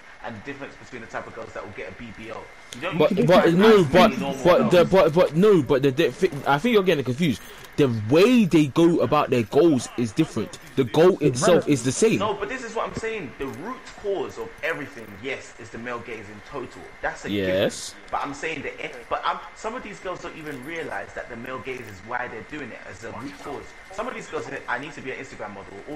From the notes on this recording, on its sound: Sorry for the bad audio this week